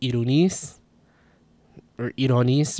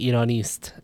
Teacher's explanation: the st cluster becomes just s · Shown in: first take